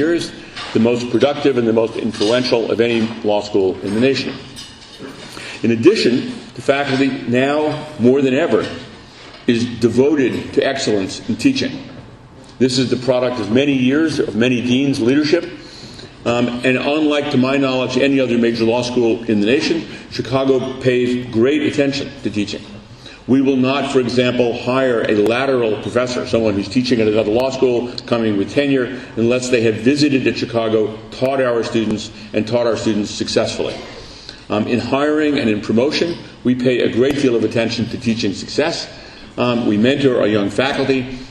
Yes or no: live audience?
yes